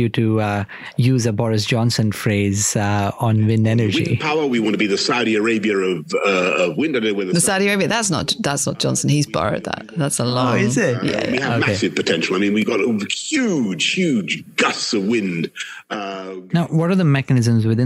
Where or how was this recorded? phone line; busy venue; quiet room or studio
quiet room or studio